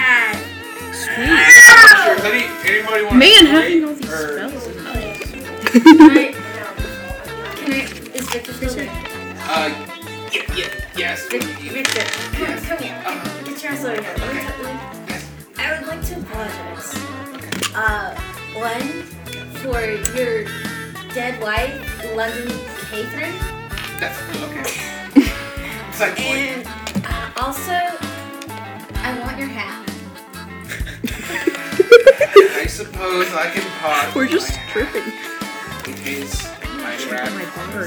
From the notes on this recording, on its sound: BECAUSE THE AUDIO SOUNDS HORRIBLEEEEEEEEEEEEEEEE.